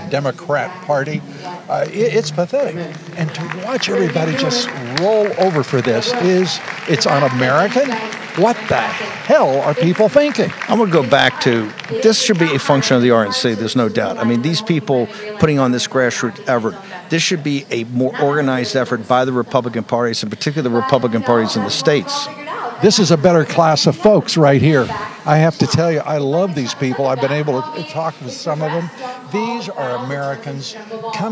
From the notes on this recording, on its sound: Live From Lindell Election Summit